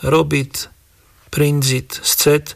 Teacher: sa nám nevyskytli mäkké spoluhlásky a preto aj neurčito k slovies zakončené na tvrdé t